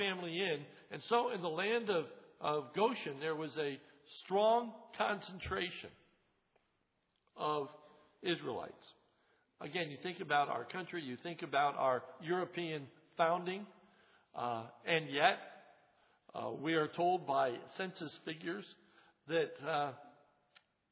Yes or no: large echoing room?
yes